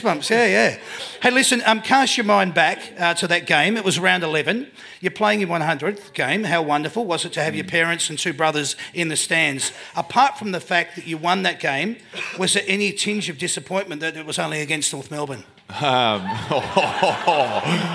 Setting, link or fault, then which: setting, live audience